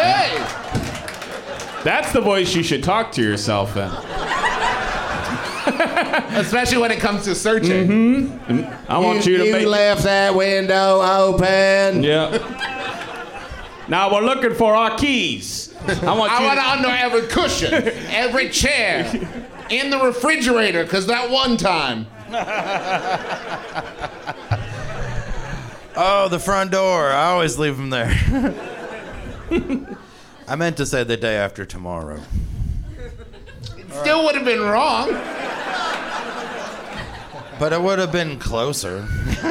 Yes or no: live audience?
yes